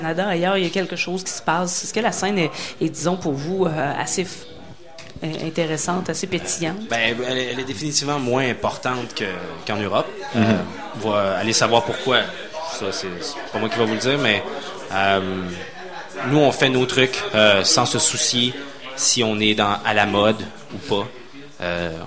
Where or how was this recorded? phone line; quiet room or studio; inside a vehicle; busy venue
busy venue